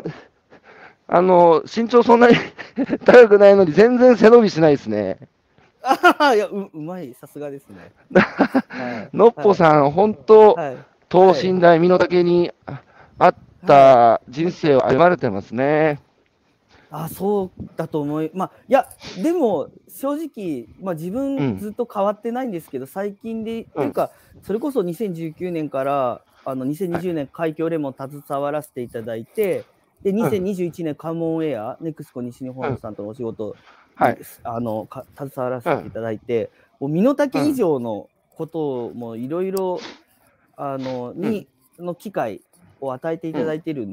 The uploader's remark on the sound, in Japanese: 歩きながら1時間、対談する。